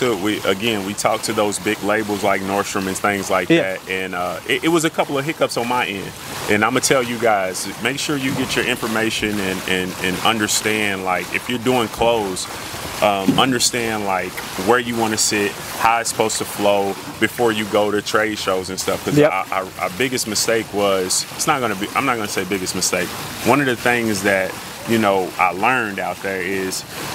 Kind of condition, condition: setting, busy venue